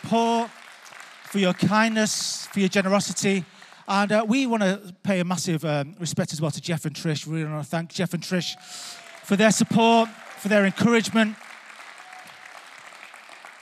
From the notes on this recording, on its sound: Recorded live at Life Church